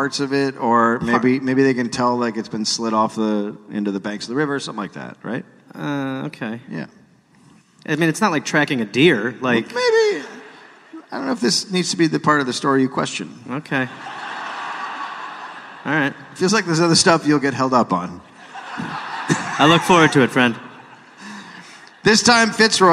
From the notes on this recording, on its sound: Recorded live in London.